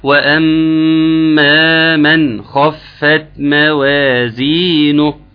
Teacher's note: نحافظ هنا على الميم المشددة، وأما، ثم الألف المد اللي يمد بمقدار حركتين